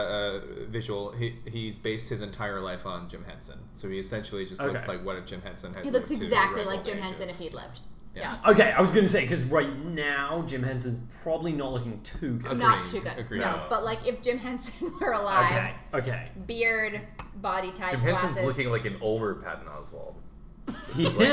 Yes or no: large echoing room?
no